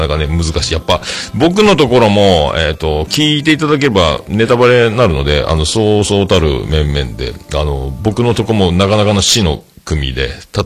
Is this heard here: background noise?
no